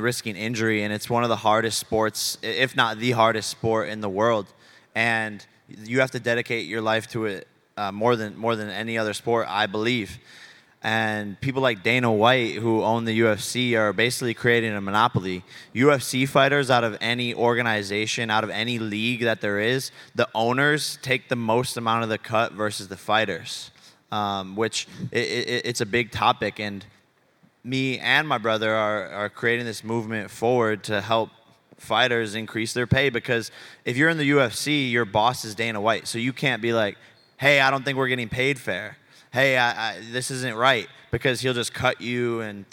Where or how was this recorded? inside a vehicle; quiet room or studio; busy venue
busy venue